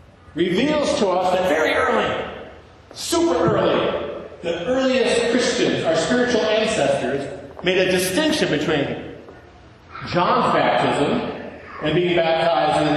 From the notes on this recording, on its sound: To an in-person congregation of St. John’s Episcopal Church, Dubuque, Iowa.